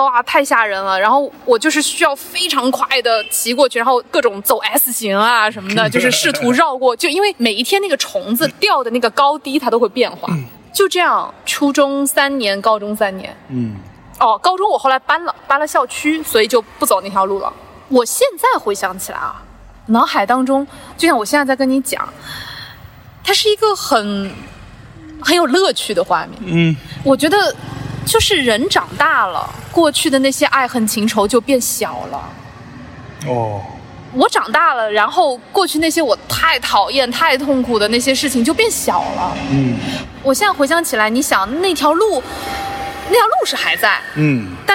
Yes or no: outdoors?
yes